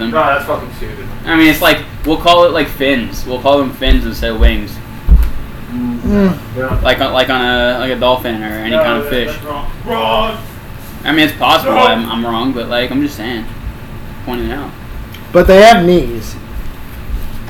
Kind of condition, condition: setting, busy venue